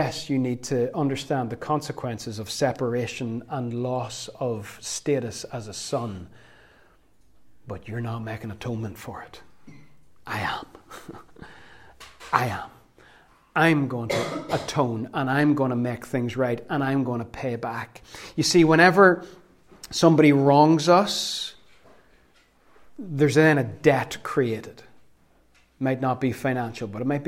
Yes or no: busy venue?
no